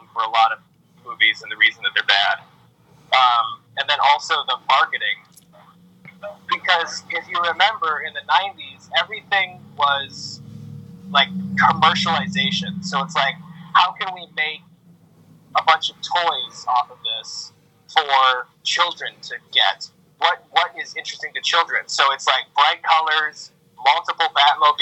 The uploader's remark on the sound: Along with his dank wind chimes. Recorded via phone in Grand Rapids, Michigan, on Saturday, October 17th, 2020.